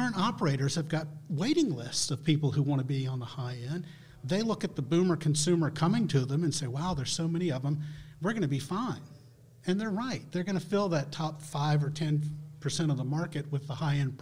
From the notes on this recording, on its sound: Recorded at Senior Living 100 Conference. Recorded at Senior Living 100 Conference.